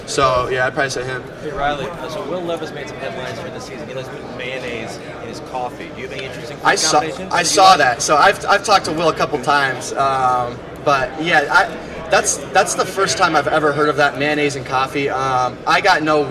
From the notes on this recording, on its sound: Press Conference from the NFL Combine. From the 2023 NFL Scouting Combine.